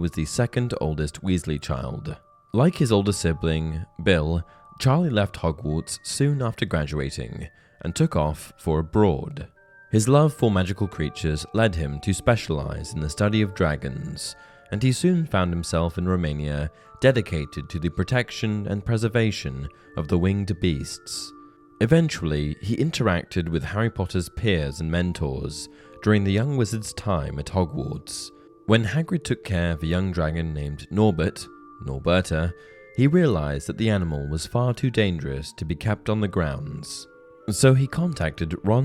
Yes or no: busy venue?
no